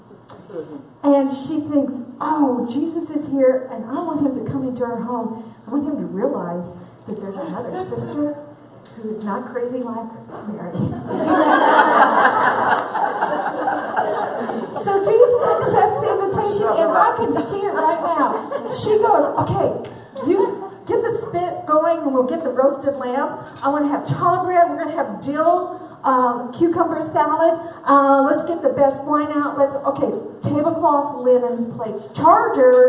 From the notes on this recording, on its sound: at our 2017 Women's Conference Luncheon